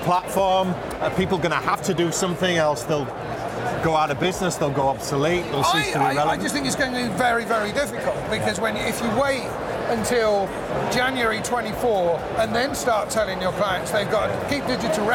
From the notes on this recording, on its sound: Live from Europe's Biggest Event 'Accountex'. Live interviews from Accountex 2022 in London. AIBN were the official broadcast partners of the event which featured the great and the good in the world of accounting and the many software/fintech vendors to the profession.